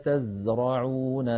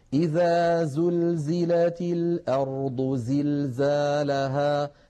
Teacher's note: والصفير يا إخوتي صفة قوة تعطي الحرف قوة، فلما نقول قال تزرعون سبع سين نجد من حرف الزاي واضح صوته واضح، والله عزيز حكيم إذا زلزلت الأرض زلزالها، نجد بأن حرف الزاي دائما يقرع السمع بقوة لما فيه من صفة الصفير